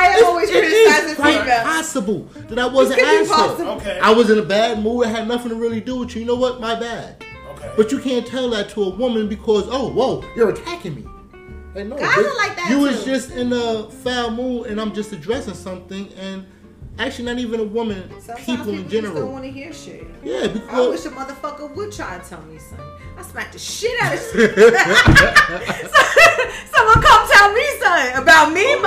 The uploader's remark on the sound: Testing new mic work lets work through the adjustments lol.